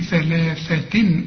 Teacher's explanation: طلع لسانك في الثاء وفي الثاء اهي، وبعدين برضو في نهاية اللام مد عشان تقول ثلاثة تنوين وبعده همزة.